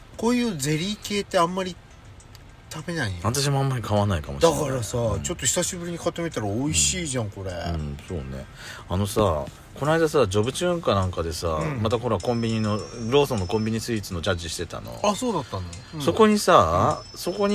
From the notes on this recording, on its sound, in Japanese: パーキング収録。